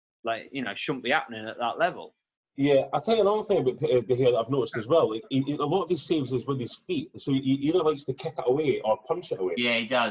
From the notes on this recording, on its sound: on their zoom pod